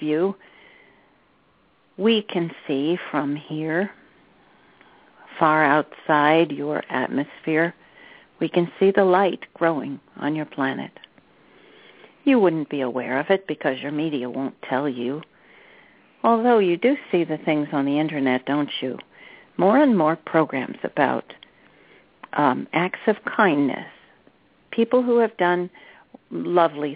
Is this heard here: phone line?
yes